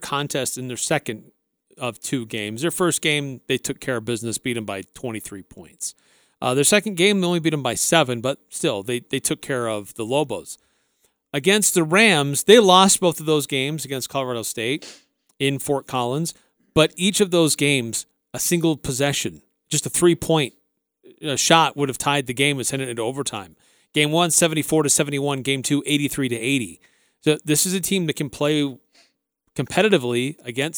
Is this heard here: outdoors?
no